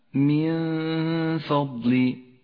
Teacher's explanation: بنفس الآية حكم الإخفاء في قوله تعالى من فضلي النون الساكنة وبعدها حرف الفاء وهو من حروف الإخفاء تخفى النون بالفاء مع بقاء غنة للنون زمنها حركتان